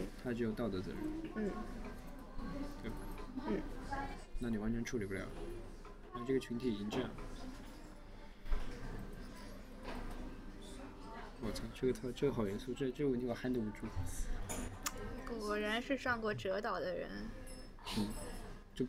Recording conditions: busy venue